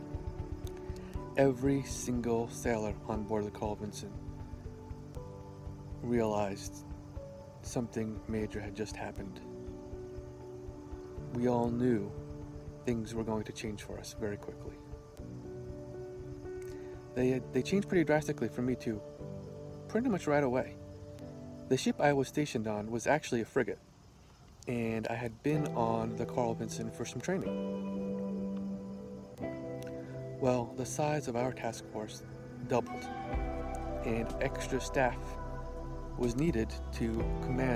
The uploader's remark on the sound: Audio is from a video recorded outside.